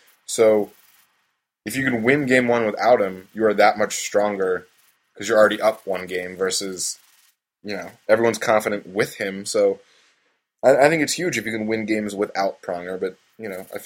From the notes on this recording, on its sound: The sound quality isn't the best this week. We had recording issues and had to settle for a backup recording, which we're lucky we had at all.